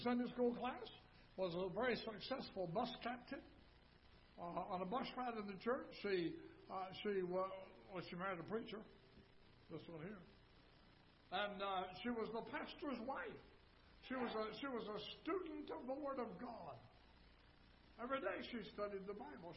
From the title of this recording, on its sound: Ketha Heights Baptist Church ~ Live Broadcast